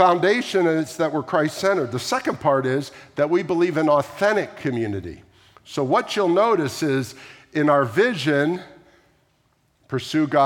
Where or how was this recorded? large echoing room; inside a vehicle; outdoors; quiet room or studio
large echoing room